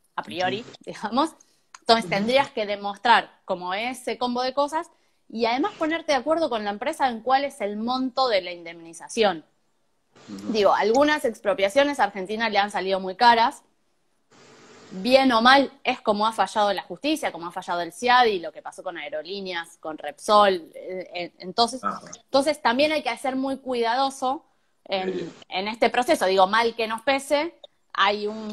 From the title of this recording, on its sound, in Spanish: Entrevistas de cuarentena por Instagram Live